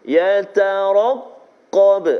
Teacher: ro tebal baris atas, qaf juga tebal sebab dia baris atas dan juga huruf isti'la